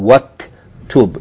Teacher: we're not going to pronounce the vowel of Hamzatul Wasl. We're going to just use it as to join the wa to the kaf with sukun.